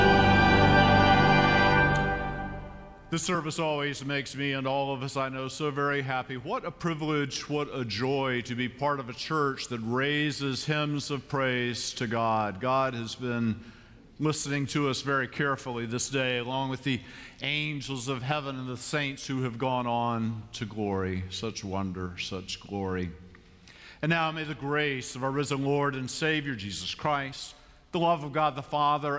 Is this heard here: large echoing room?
yes